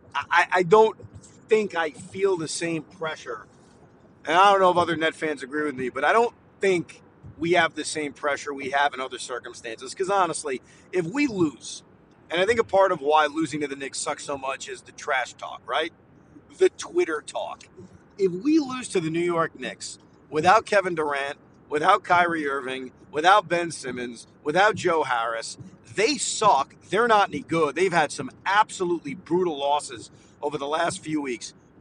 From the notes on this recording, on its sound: While driving home from Barclays Center.